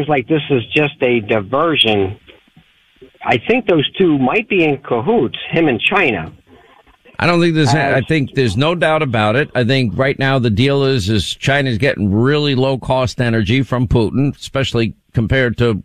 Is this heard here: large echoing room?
no